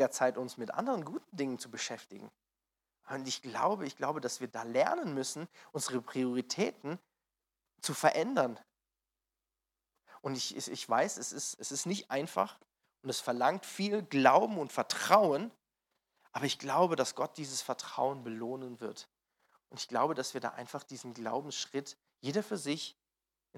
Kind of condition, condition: setting, large echoing room